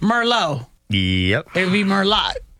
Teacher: that T is silent on the end of Merlot